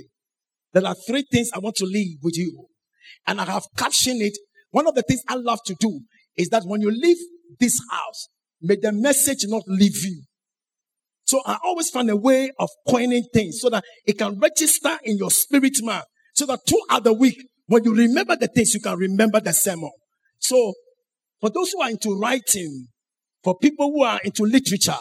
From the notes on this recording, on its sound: Sermon preached at CBC Adabraka Campus